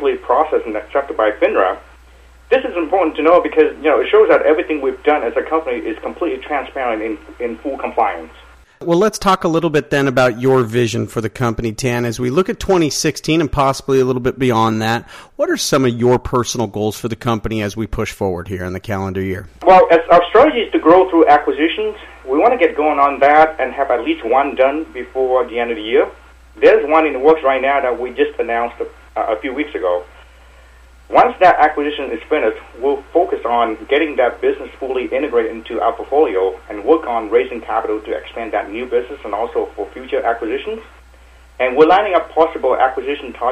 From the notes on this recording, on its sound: called in to SmallCapVoice